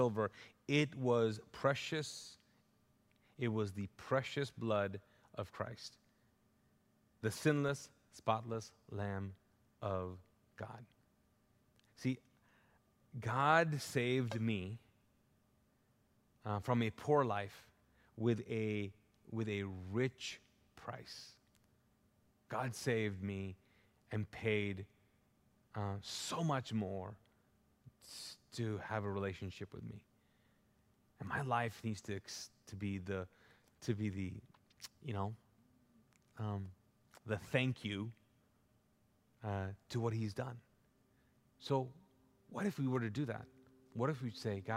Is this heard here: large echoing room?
yes